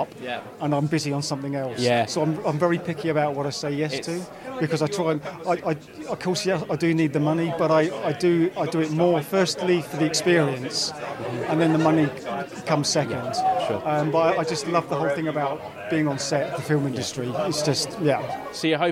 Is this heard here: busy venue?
yes